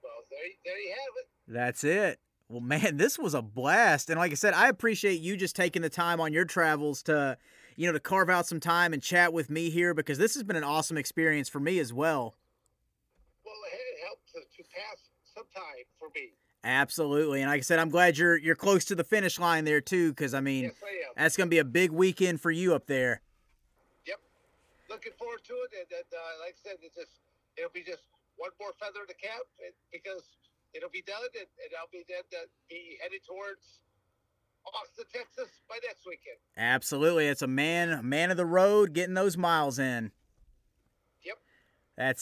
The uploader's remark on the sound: This episode was recorded via the phone. We made the best of the audio we could.